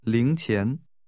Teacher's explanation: This is pronounced with two rising tones.